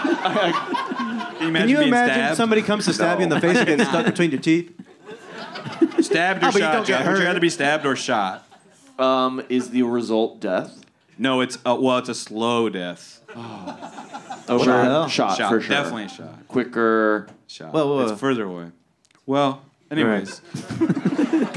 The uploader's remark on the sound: The lads do a live show in LA. Live at The Dynasty Typewriter in Los Angeles.